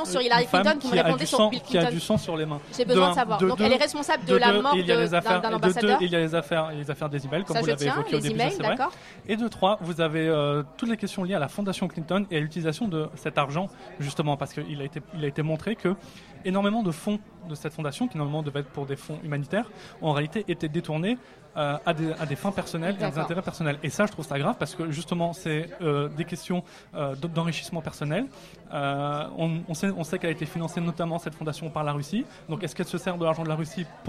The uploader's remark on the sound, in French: La Matinale de 19h vous proposait une émission spéciale élections américaines, en public et en direct au Coffee Club à Paris.